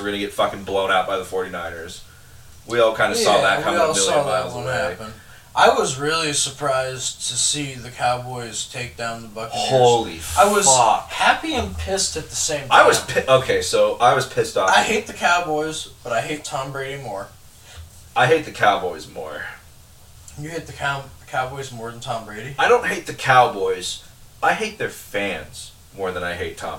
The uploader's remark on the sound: They're also in the process of upgrading their sound, so enjoy this low sound quality, high laugh quality episode!